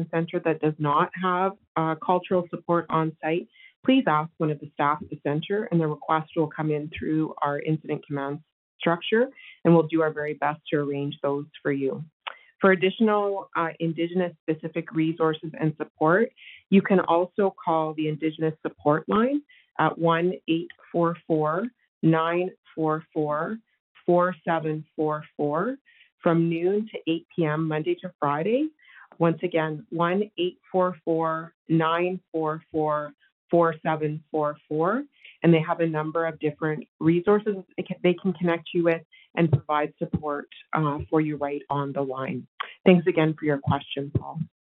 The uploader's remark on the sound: Wildfire Evacuation Information Telephone Town Hall. Albertans evacuated due to the wildfires were invited to join a nightly telephone town hall for situation updates and answers to questions.